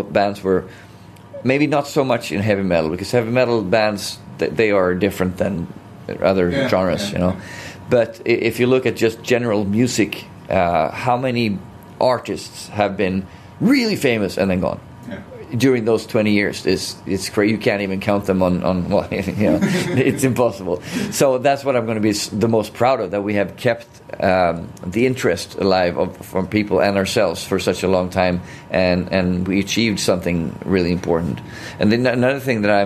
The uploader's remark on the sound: just before their amazing headliner gig at the Bang Your Head Festival 2017